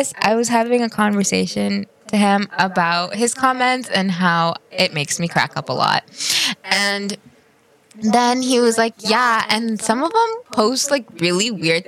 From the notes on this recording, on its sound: With a slight echo bc SOMEONE cough cough is too god damn loud.